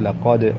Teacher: لقد الدال هون حرف ساكن من حروف القلقلة الثابتة